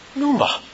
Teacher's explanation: It's spelled, you transliterate it, P-N-E-U-M-A, but you don't pronounce that P